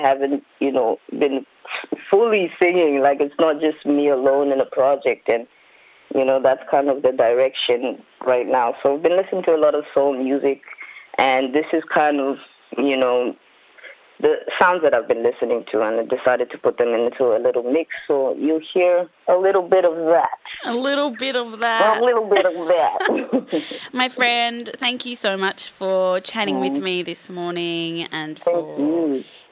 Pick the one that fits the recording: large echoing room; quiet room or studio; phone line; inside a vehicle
phone line